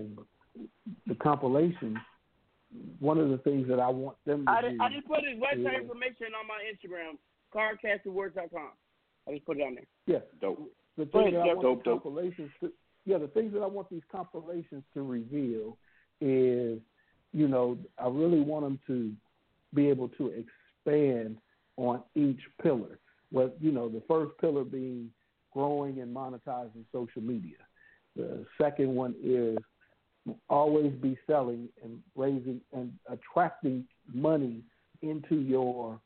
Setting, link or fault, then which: link, phone line